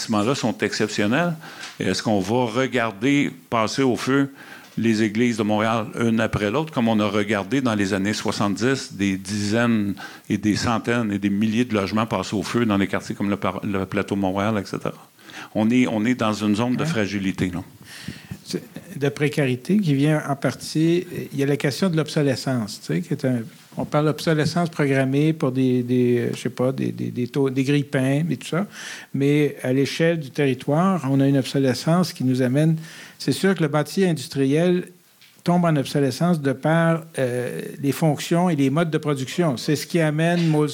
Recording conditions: live audience